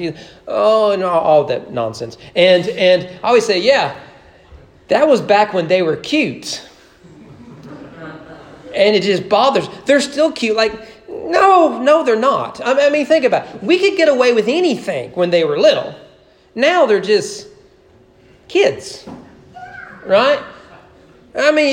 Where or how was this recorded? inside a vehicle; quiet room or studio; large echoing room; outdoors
large echoing room